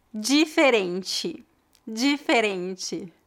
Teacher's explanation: aqui em Portugal nós não temos isso de transformar o di em g